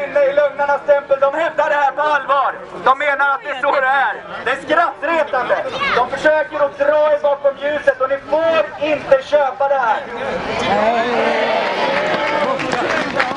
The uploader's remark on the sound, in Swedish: talar på Mynttorget 8 december 2018